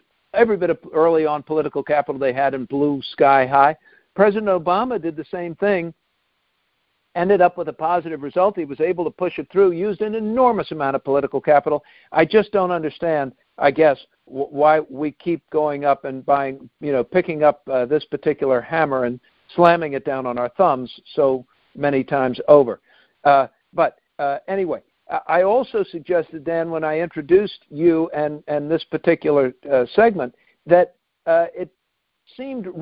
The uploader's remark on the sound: Calls in to talk about the bigger world.